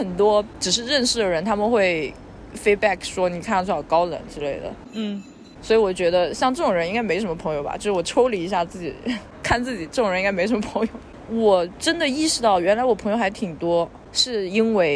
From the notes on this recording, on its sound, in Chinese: 本期播客是在马路边录制的即兴聊天，会有各种各样人间杂音，也可能会有一些录制得不是特别清晰的地方。